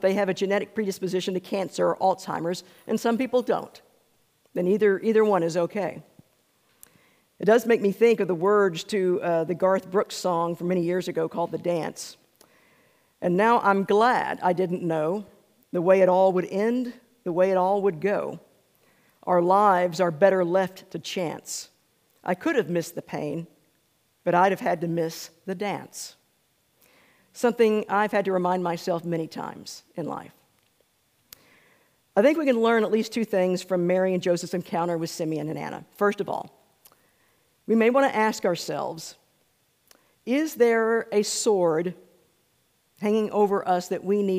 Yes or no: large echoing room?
yes